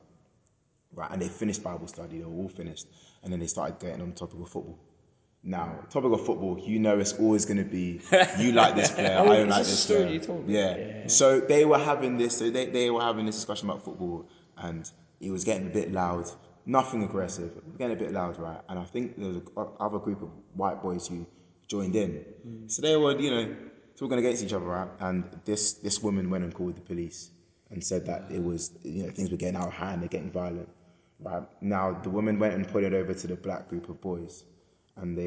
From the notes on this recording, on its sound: Recorded in the Parish Hall, New Southgate, London N11.